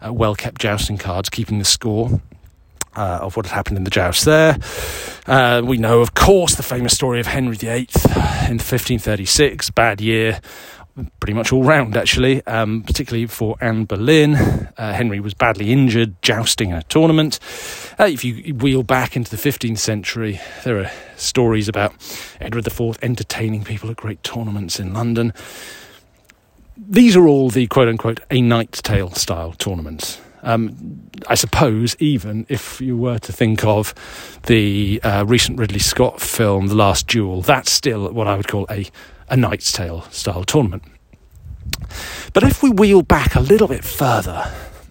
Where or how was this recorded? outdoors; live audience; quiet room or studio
outdoors